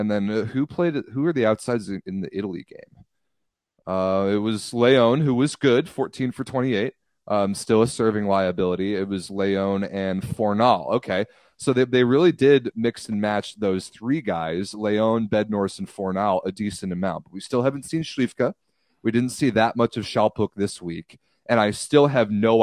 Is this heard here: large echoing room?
no